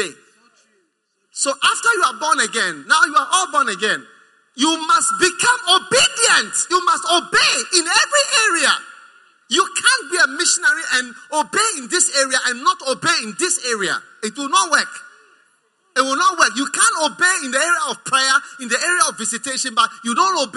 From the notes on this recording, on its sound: Preached at the First Love Center, Accra.